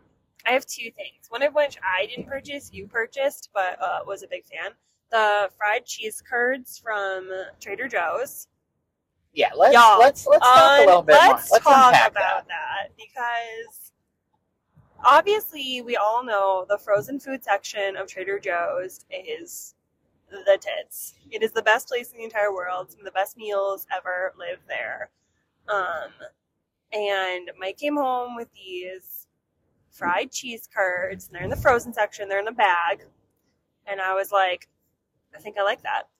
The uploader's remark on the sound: We also recorded this from our car while we drove to Boston Calling.